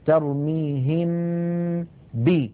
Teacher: لما نبدأ بنطق الباء لا غنة في هذه الباء، بل الغنة باقية في الحرف الأول وهو الميم · Term: الإخفاء